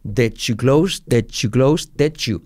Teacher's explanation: El sonido J porque al unir la D con la Y es did you close.